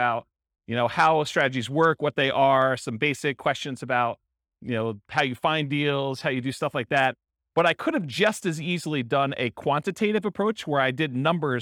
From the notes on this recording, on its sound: This was a live class recorded